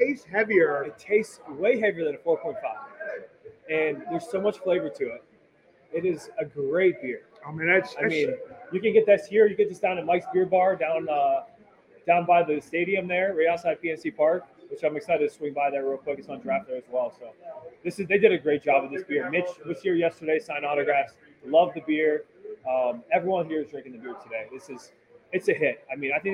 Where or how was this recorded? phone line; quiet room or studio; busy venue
busy venue